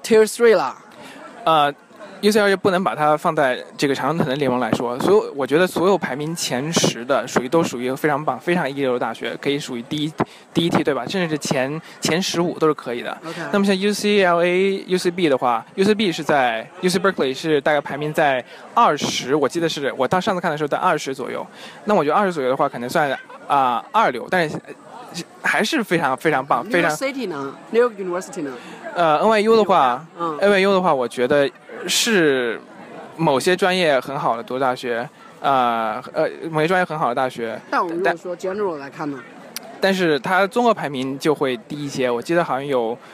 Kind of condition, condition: setting, outdoors